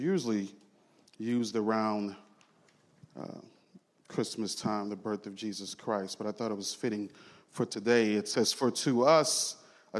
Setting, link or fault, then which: setting, large echoing room